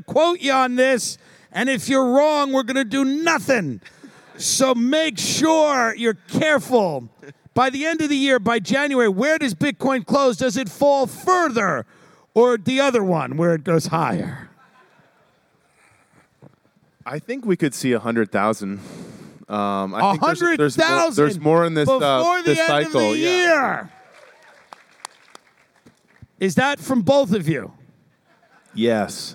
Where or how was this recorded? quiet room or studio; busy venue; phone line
busy venue